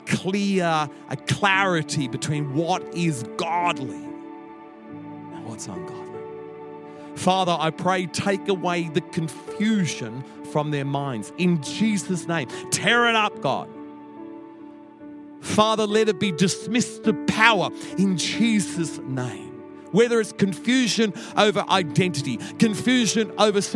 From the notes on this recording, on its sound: Echo Church Melbourne